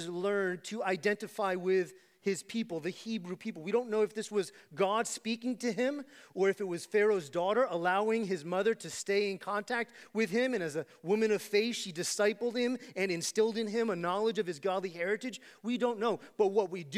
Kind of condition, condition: setting, large echoing room